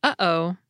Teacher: a glottal stop is also the sound we make to separate the syllables in the word uh-oh